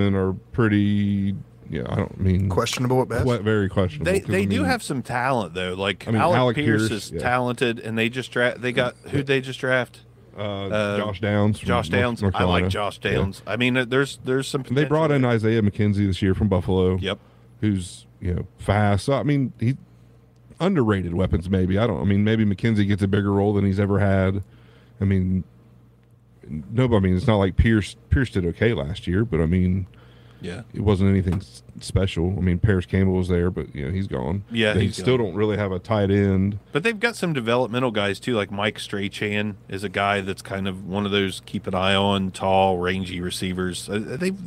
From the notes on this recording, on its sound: The show was live from the Lani & Landyn Fundraiser!